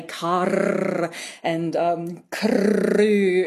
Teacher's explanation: They think people say car and crew and really roll their R's, trill their R's. · Term: rolling R